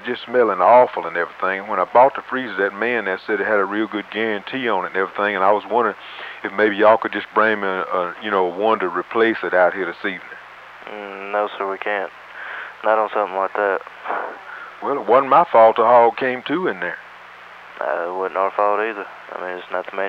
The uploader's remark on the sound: RBCP's Personal Prank Phone Calls Collection